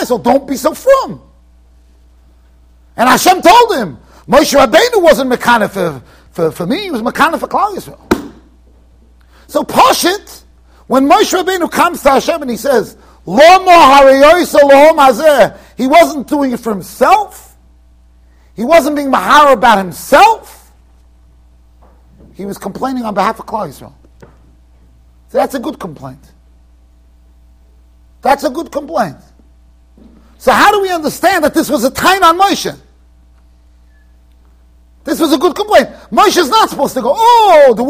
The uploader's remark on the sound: Shiur recorded in Yeshivas Ohr Reuven, Monsey NY.